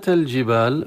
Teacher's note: وكلمة الجبال اللام مظهرة عند الجيم والألف مد طبيعي